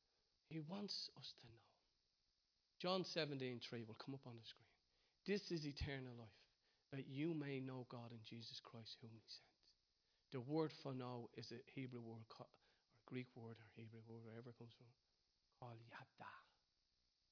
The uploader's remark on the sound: Recorded live in Liberty Church in Bray